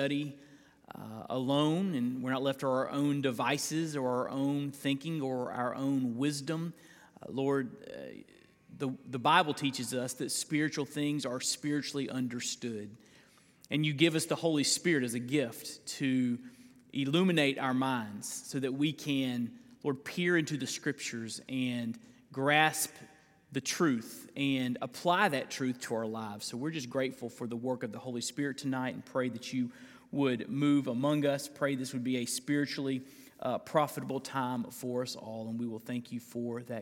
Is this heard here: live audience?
yes